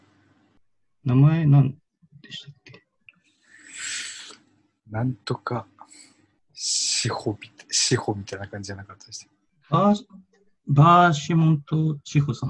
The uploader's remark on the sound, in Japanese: 収録地：それぞれの家や職場（zoom収録）